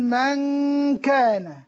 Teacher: ان يعني مخرج النون، مخرج النون من طرف اللسان مع وصول الثنايا العليا، ان عندما ناتي نخفيها نبعد اللسان وينتقل المخرج الى الخيشوم · Term: الإخفاء